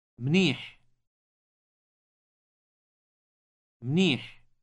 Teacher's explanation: the final sound in the word is produced in the throat with some friction